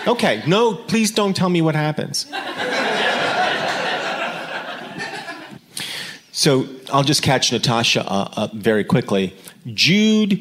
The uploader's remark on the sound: A special live reading of Jude at Sketchfest in San Francisco.